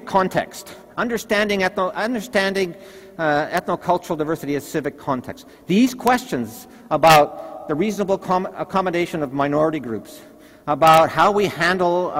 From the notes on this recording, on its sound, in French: Conférence 301 du colloque 2016 de l'AQPC, à Québec.